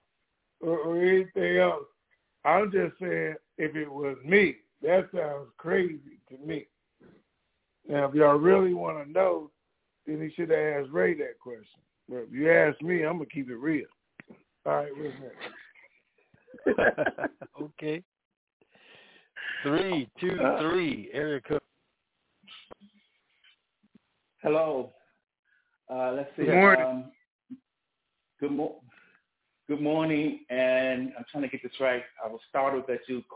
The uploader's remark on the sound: TNTSuperfantastic Conference Call